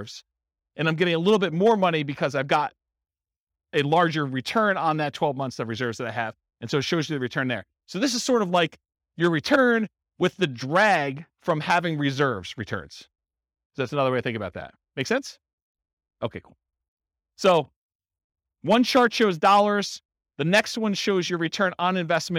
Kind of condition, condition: setting, live audience